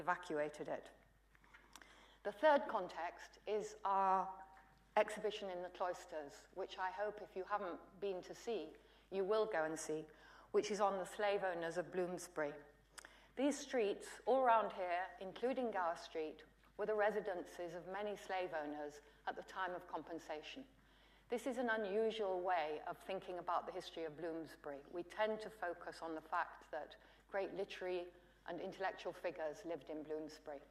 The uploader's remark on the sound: UCL Lunch Hour Lecture